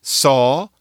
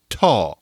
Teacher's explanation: You put your tongue in more or less the same place. S is the hissy version. T is when you stop it.